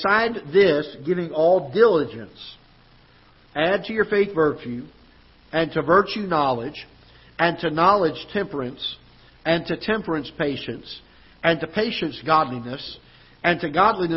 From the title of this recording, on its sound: Ketha Heights Baptist Church ~ Live Broadcast